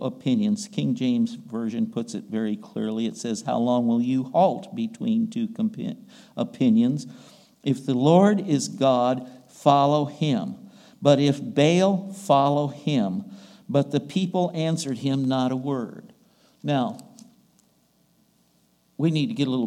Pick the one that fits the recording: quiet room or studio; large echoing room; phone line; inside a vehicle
large echoing room